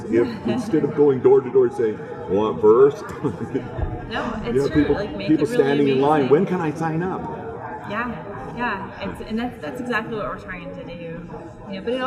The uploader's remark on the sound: live at IBM InterConnect